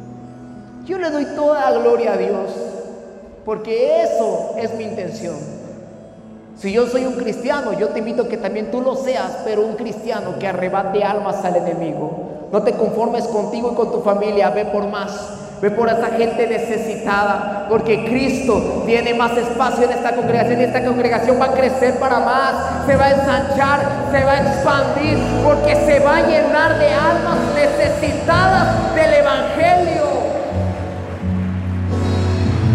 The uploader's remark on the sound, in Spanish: Podcast Grabado en la iglesia Solo Cristo Salva en la ciudad de Comitán en nuestro recorrido 2020.